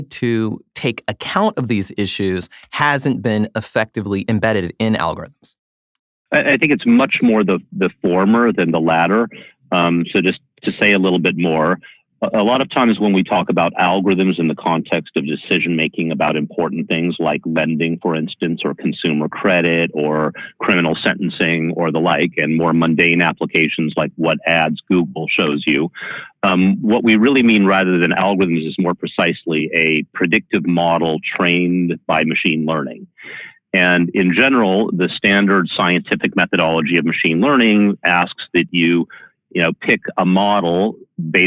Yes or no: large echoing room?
no